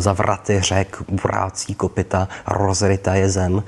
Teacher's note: A teďka, když si zkusíte rozebrat celou tuhle sloku, tak zjistíte, že hlasově se tam neustále opakují eh, hlásky r, r, s a z, sykavky, případně bilabiála, m · Term: hlásková instrumentalizace